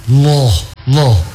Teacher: Kalau tidak boleh ditebalkan dengan cara ti ibu menaikkan pangkal lidah